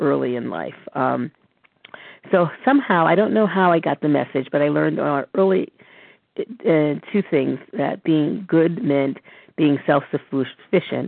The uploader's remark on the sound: from the 100 Pounders Phone Meeting